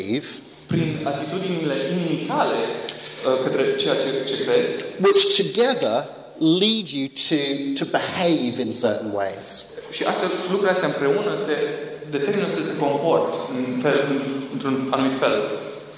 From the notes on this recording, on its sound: Talk plus Q&A at Romanian Church youth meeting, with translation.